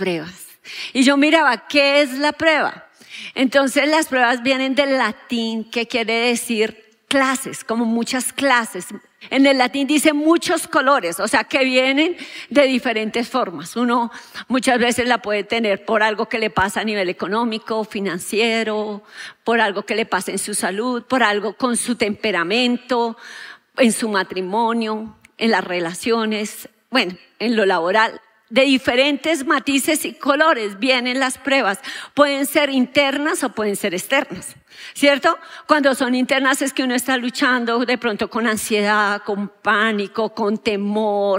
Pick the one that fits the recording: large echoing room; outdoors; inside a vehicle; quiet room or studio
large echoing room